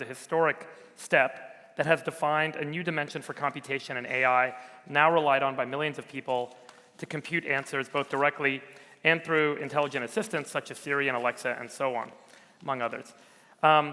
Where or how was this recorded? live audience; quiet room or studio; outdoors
live audience